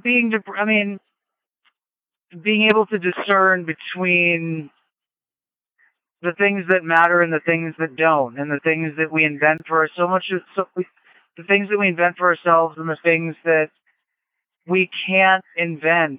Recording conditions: phone line